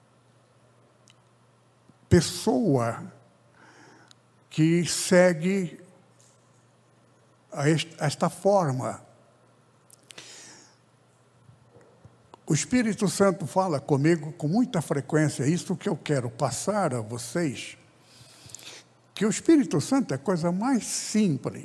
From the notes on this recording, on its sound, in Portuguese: CULTO REALIZADO DIA 17/11/2021 AO VIVO NA IGREJA ADNIPO SEDE.